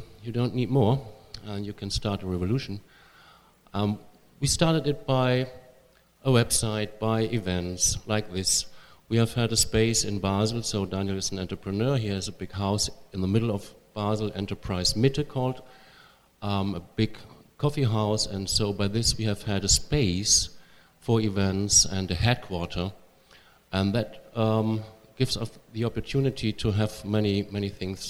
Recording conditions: live audience